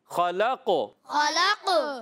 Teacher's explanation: قلقلہ بھی کریں گے آواز لوٹ کرائے گی